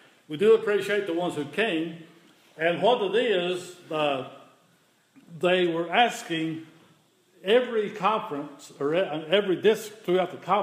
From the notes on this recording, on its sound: The following is an audio recording of the Sunday morning worship service at Persia United Methodist Church in Rogersville, TN.